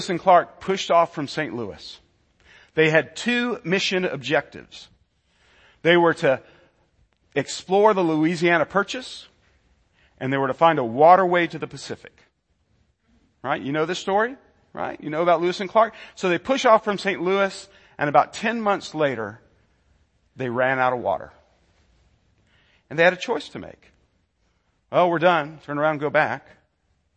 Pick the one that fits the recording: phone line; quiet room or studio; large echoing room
large echoing room